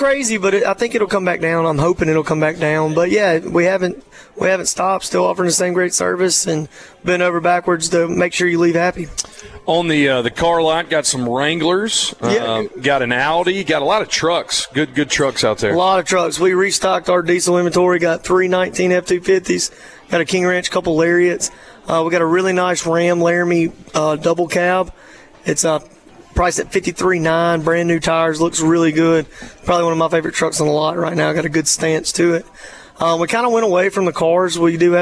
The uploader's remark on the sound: Broadcasting From Ramey Motors In Purvis, Mississippi